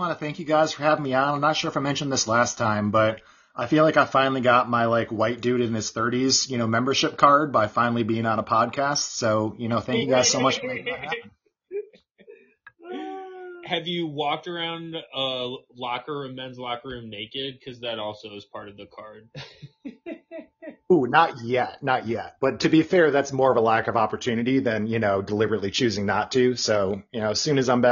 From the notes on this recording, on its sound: Apologies for the technical difficulties